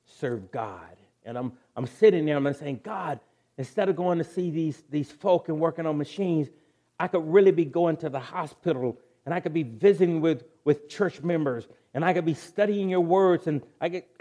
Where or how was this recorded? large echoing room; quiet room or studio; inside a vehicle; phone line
large echoing room